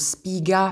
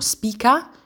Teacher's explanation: In altre occasioni l'italiano ha dato appunto spiga per il latino spica, quindi si è sonorizzata, o madre per il latino mater, anche qui si è sonorizzata. Quindi si è sonorizzata la consonante sorda in posizione intervocalica tra due vocali · Shown in: first take · Term: sonorizzazione